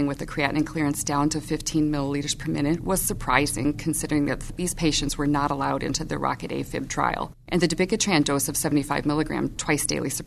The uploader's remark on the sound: It was recorded in December 2011 during the 46th ASHP Midyear Clinical Meeting and Exhibition in New Orleans.